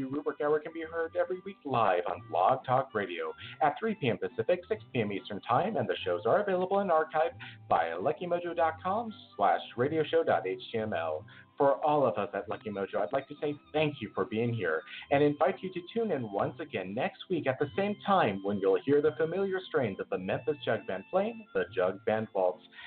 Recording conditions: phone line